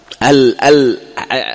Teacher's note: مثلا اللام، ال اعترض، كان حق الصوت يذهب إلى الأمام جهة طرف اللسان، جهة اللثة، لكنه حصل له اعتراض من الأمام فمال الصوت إلى منفذ آخر وهو جانبي اللسان · Term: البيني